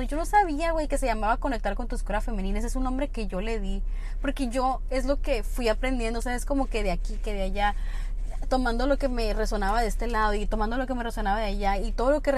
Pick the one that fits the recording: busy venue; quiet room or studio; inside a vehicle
inside a vehicle